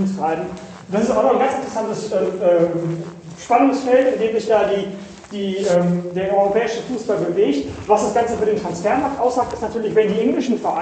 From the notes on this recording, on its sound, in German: Entschuldigt bitte die schlechte Tonqualität. Ging diese Woche nicht anders.